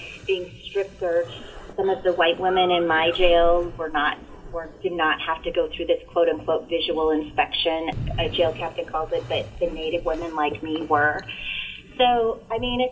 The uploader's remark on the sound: Thanks for kicking it with us as we worked through technical difficulties this week.